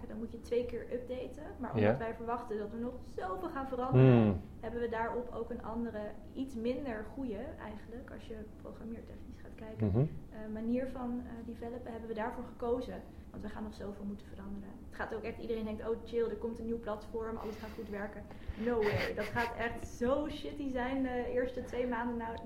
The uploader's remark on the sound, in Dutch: Excuses voor de mindere audio kwaliteit. 1 microfoon bleek veel ruis te bevatten.